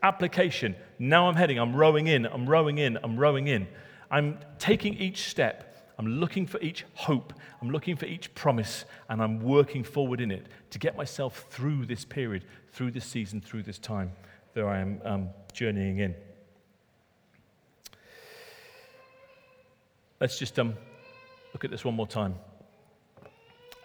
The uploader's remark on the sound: Recorded at Middlesbrough Community Church.